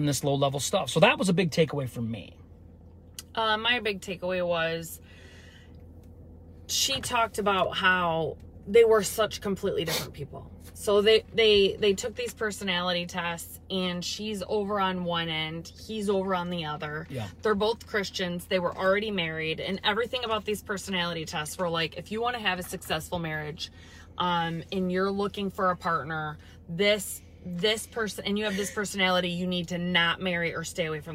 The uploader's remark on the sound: we go LIVE from our car